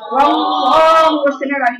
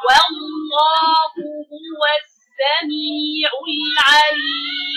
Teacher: ورصة ولفظ الجلاله بقول الواو رقيقه واللام بعدها مفخمه